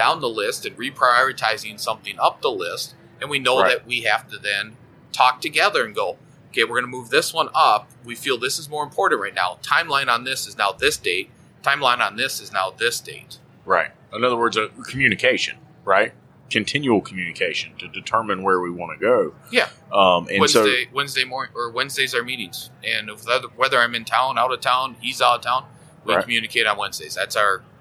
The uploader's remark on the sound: LIVE from AAPEX 2021